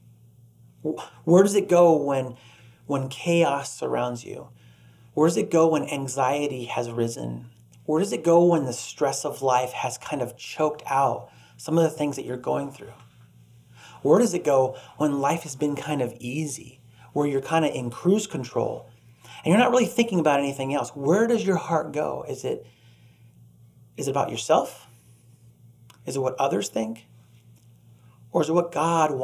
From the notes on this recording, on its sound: Delivered on 13 June 2021 at Grace Church of La Verne. Delivered on 13 June 2021 at Grace Church of La Verne.